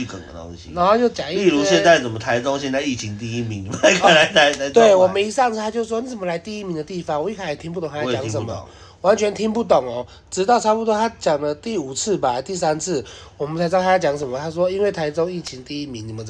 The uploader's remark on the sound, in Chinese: 第一次在外面錄音